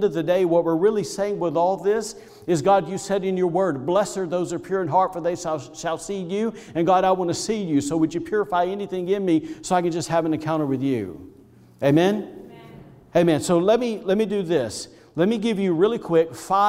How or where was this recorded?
large echoing room